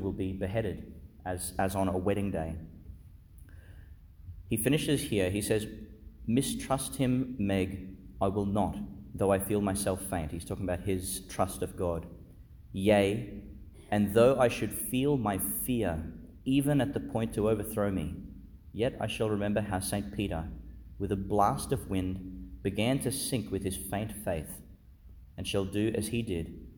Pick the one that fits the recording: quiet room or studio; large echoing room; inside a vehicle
large echoing room